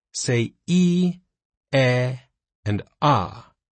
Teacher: you'll feel your tongue move from high, e, to medium, e, to low, ah, in your mouth.